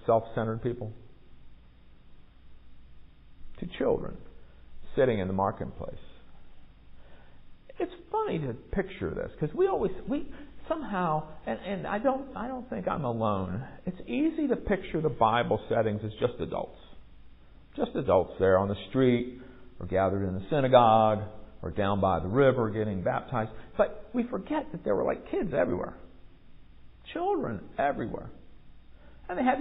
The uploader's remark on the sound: Recorded at MPPC on Sunday, July 9, 2023, during worship.